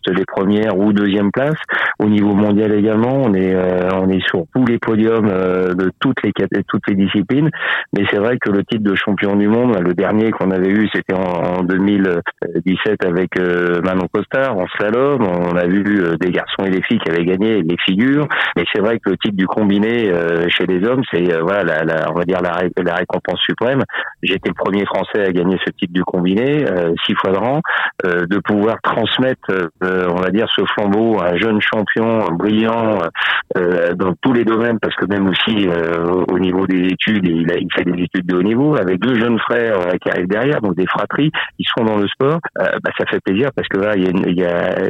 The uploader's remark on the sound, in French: A accepté de répondre par téléphone à quelques questions pour l’émission Et si on parlait de sport.